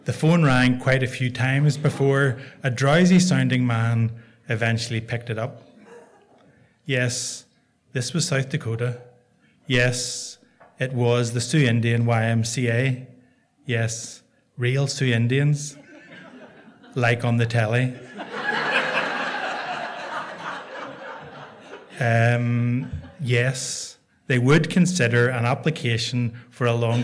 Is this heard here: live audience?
yes